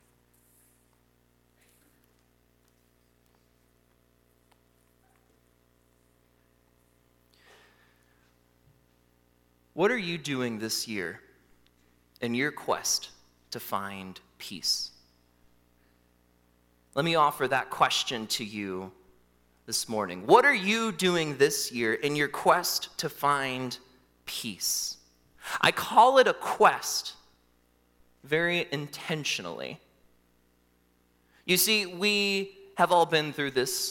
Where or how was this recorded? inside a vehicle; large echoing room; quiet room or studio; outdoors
large echoing room